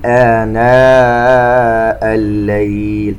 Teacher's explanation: طبعا سمي البدل لتبدل المواضع، جاءت الهمزة ومن ثم حرف المد، كلمة آناء فيها أيضا مد متصل يمد بمقدار أربع حركات